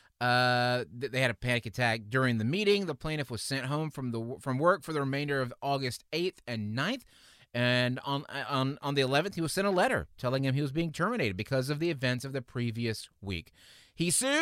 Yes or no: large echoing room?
no